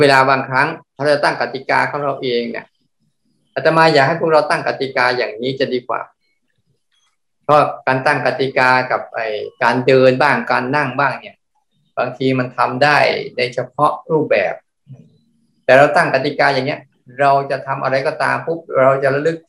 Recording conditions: video call